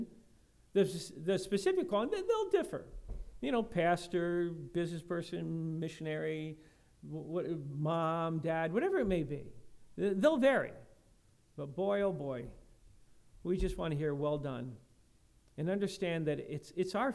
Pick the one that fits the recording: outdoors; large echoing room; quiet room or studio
large echoing room